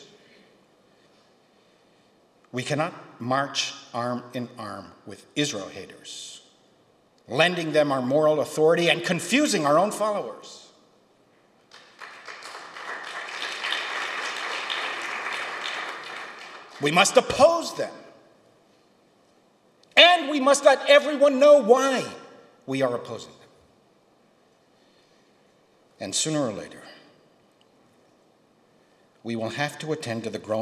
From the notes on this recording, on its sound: Keynote speech from Re-CHARGING Reform Judaism, a historic grassroots gathering of some 300 Reform leaders at Stephen Wise Free Synagogue.